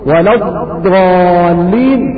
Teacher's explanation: ما يحاذيها ايضا من الحلق الاعلى، فعندما تنطق وتقول ولو الضالين تجد ان الضاد تخرج من احدى الجانبين، الا انه كما ذكرت من جهة اليسار اكثر استعمالا. واما